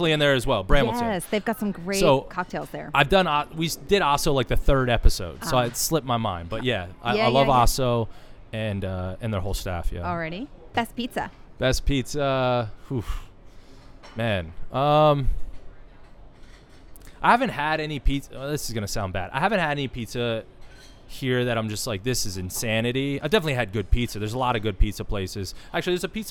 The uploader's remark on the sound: The interview takes place at the Tiki Thai in Reston Virginia.